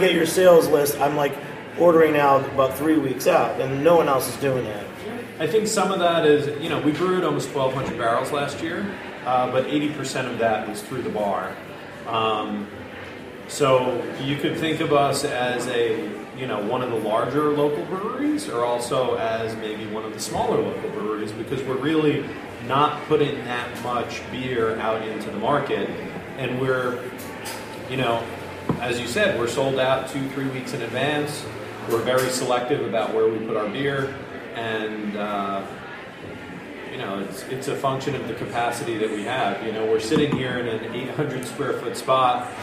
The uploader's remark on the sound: Recorded in March at Threes Brewery